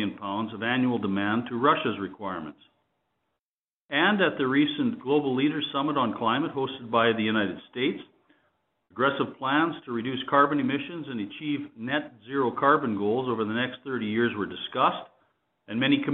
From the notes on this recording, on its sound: Cameco's Q1 2021 conference call.